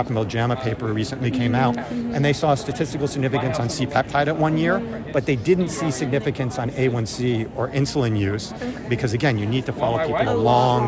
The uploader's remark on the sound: recorded during the ADA 2023 Conference